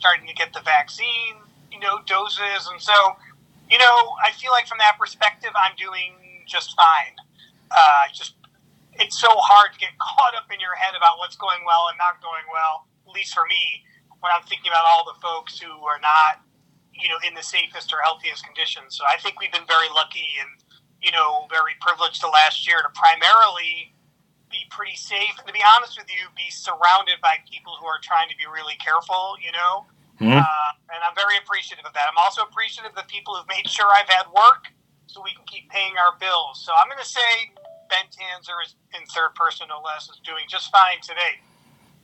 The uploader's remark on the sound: Recorded via phone in Grand Rapids, Michigan, and Chicago.